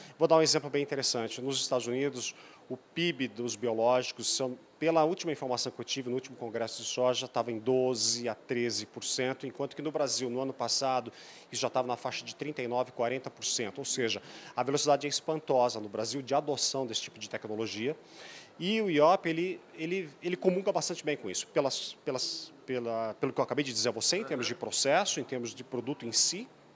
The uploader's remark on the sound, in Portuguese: gravada na Agrishow